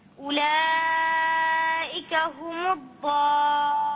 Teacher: أولئك أربع والضالون ست حركات · Term: المدود